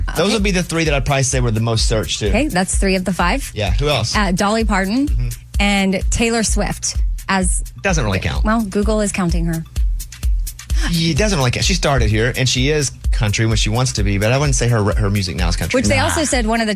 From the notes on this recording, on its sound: he called in to defend himself